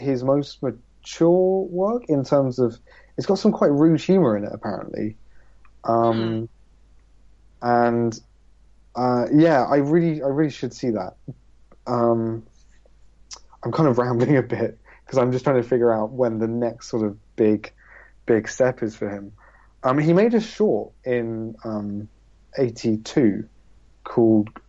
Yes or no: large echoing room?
no